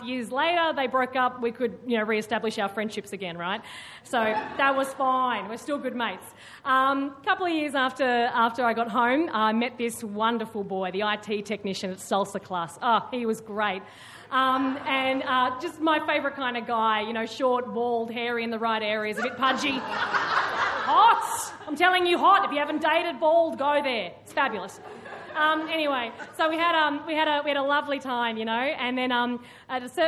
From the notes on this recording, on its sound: Recorded live at the Arthouse Hotel, Sydney.